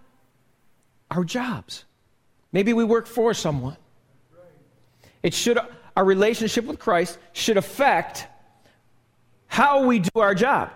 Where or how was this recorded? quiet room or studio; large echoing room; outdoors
large echoing room